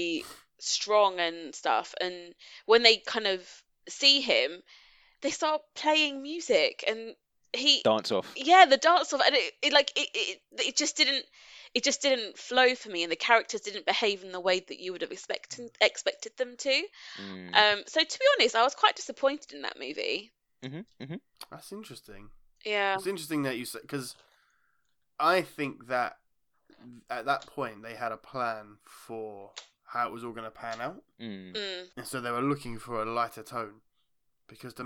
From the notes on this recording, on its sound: Mixed recording quality - sorry!